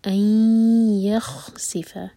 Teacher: امٹی نون کے بعد یا ادغام کرنا ہوگا غنہ کے ساتھ. أَن يَخْسِفَ، سی پر سیٹی کی آواز.